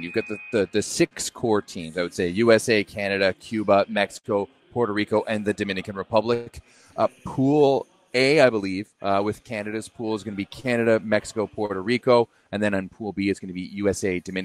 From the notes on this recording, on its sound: LIVE FROM QUEBEC CITY. Joins us live from the Women's NORCECA Championship in Quebec City.